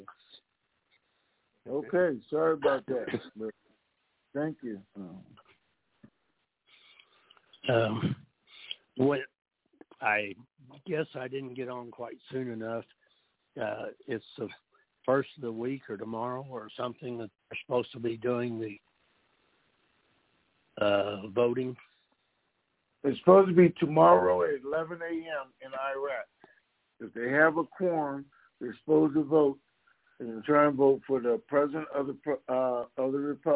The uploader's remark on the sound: TNTSuperfantastic Conference Call